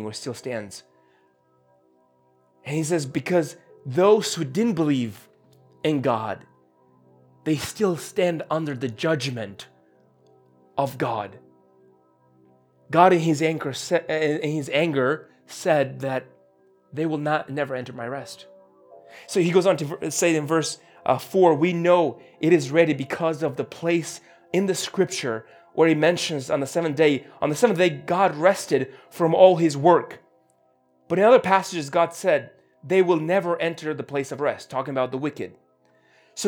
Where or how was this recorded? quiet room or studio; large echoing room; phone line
large echoing room